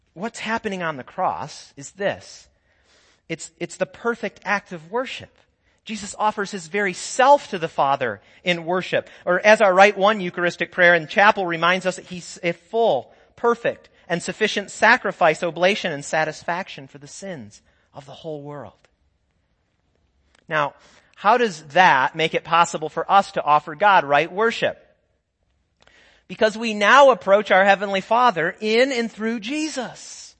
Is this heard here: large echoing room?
yes